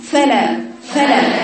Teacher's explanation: بس بفتح الفاء، وكمان بضيف لها ان انا لازم يخرج معها هوا، فلا تحسي فلا فاء بيحس في هوا بيظهر اثره فيه.